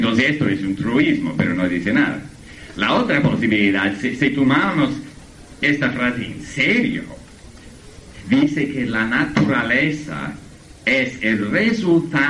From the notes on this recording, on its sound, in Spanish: Conferencia en Buenos Aires, 1998. Incluye preguntas del público.